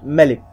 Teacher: حرف الميم فيه غنة لكن بدون استطالة، فيه غنة لأنه من أحرف الغنة الميم أو النون. · Term: الغنة الأصلية